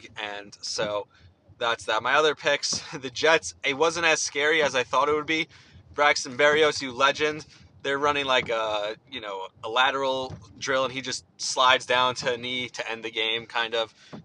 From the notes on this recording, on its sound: First in my car and later on my couch.